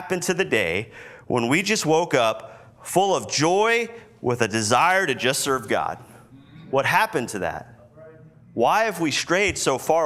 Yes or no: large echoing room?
yes